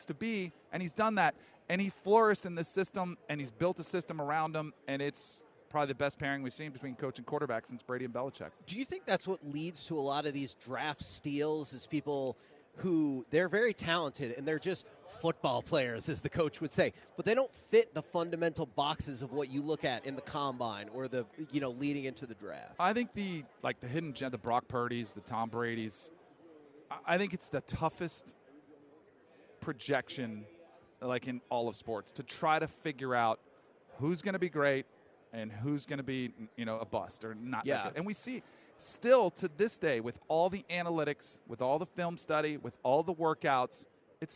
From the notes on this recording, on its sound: LIVE at Radio Row in Las Vegas!